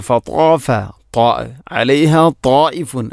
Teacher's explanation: ത്വാ എന്ന അക്ഷരം ഉച്ചരിക്കുമ്പോൾ നാവിൻ്റെ മധ്യഭാഗം അണ്ണാക്കിലോട്ട് ചേർന്ന് വരണം